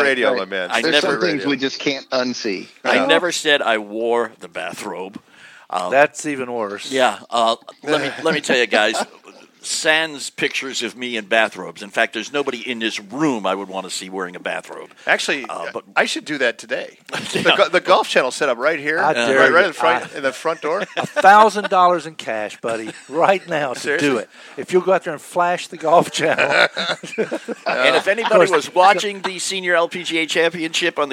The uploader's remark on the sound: Live From The Senior LPGA Championship. We recorded the show in the same room where FDR declared his run for the Presidency in 1931: the Mansion at the Pete Dye Golf Course in French Lick Indiana.